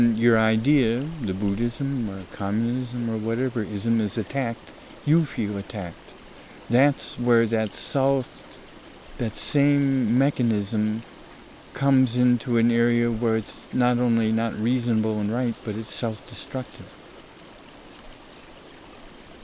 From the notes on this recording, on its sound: Recorded during mountain May snowmelt. Spring snowmelt on Summit Creek, close to where this dialogue tape was recorded.